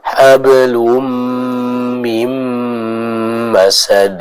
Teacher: Gunnahnya sama-sama dibaca dengan kadar dua harokat ya.